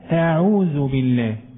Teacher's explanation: والذال طبعا الذال مخرجها طرف اللسان مع الثنية العليا